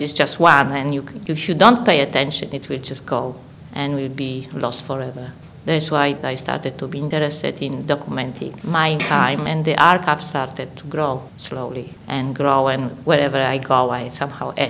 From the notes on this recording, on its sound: Recorded with a live audience